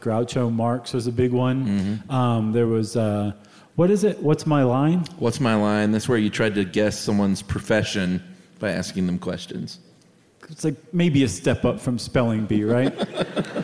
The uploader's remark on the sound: at the Gothic Theatre in Denver for this live show